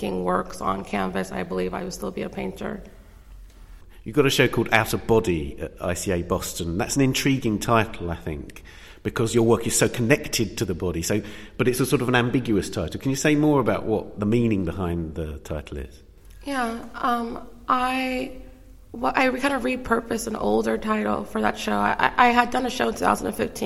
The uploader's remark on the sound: We visit the Whitechapel Gallery in London.